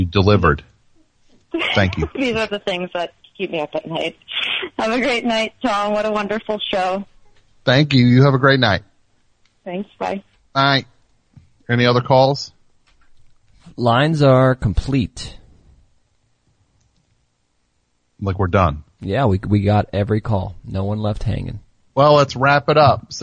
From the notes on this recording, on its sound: Call in for an interview. Phones ring on the topic.